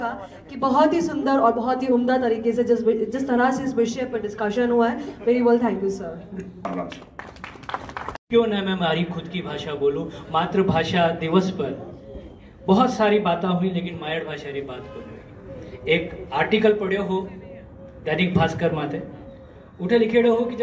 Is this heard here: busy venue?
yes